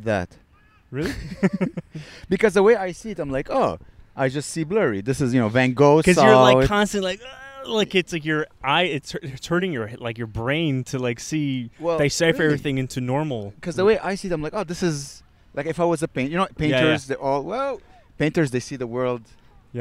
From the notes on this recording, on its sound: We record right by a baseball field it's rly a nice sight. We almost get hit in the head by a soft ball.